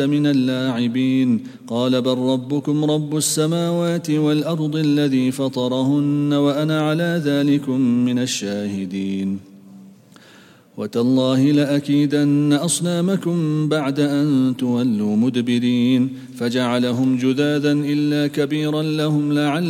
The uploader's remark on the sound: at the Houghton Masjid (West Street)